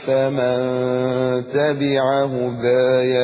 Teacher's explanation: حضرتك هتقرأ بالوجه المشهور وهو وجه توسط البدل، يبقى هيجي لك في هداي التقليل، مفيش فتح خلاص. على التوسط مفيش فتح، هيبقى تقليل قولا واحدا.